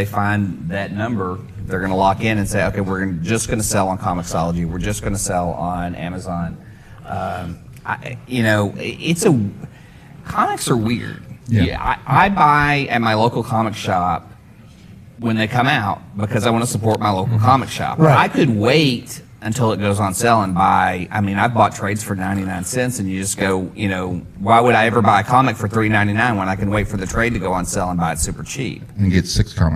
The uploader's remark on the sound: We were live at Who Needs Sleep 2017!